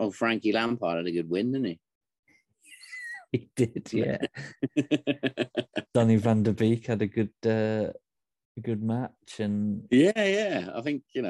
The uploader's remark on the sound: There's glitchy sound